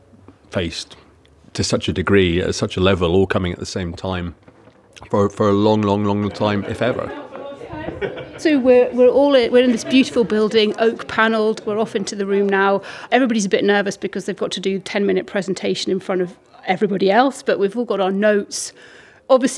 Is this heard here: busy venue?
yes